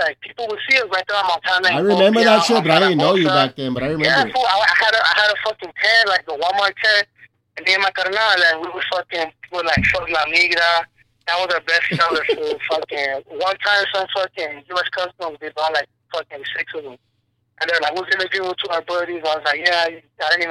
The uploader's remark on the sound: Joins me (via ghetto rig speaker phone).